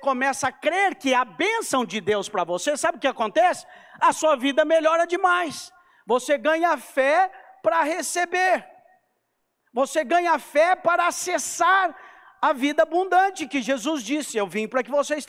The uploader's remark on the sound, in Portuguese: CULTO AO VIVO